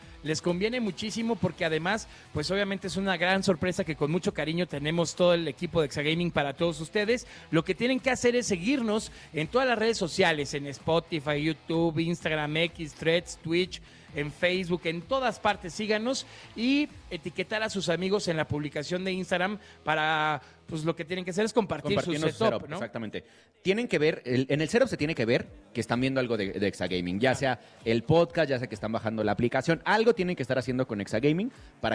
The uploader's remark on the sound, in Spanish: estuvimos en vivo desde la Final Nacional de Red Bull Batalla